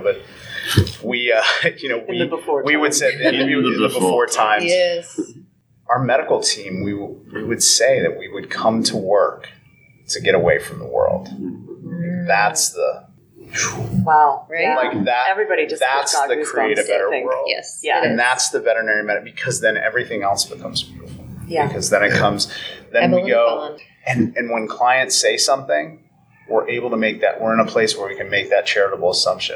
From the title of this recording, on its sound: Panel Interview from Connexity 2022!